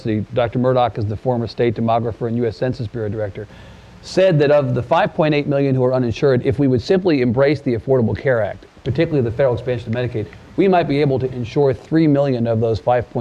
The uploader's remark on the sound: Hot Seat conversation at Trinity University in San Antonio.